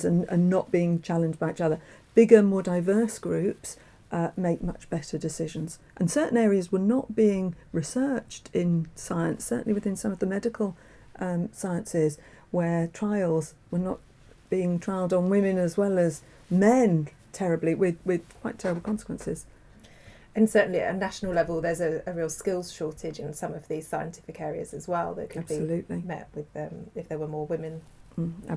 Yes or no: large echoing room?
no